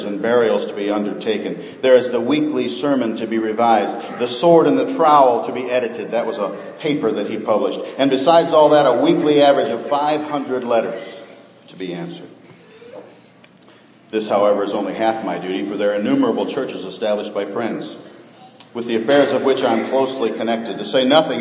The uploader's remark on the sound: Sermon preached on Old Fashioned Sunday, 2012.